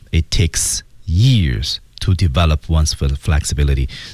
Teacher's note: developP 这个字母要失去爆破。 It takes 那 it 那个 t 而失去爆破。